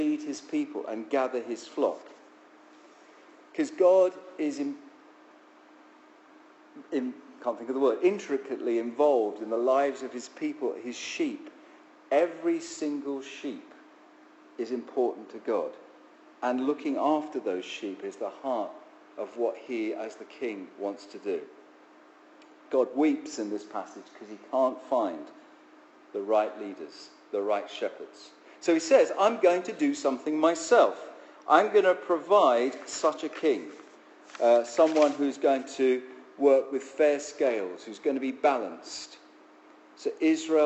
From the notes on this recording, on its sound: Our sermon from the 9am service on Sunday 20th November 2016